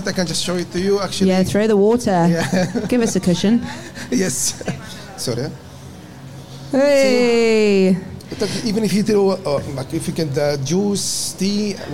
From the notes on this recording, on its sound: We hosted this as a live podcast at Suncoast.